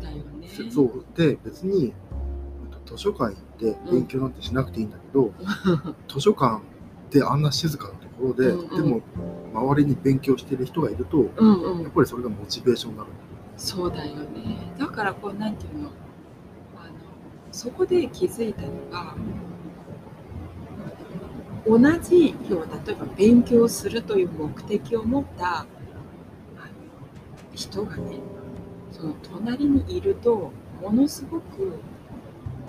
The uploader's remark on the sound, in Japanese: 前回に引き続き今回の放送も、マイクの調子がすこぶる悪く大変お聞き苦しいかと思います。音量にお気をつけください。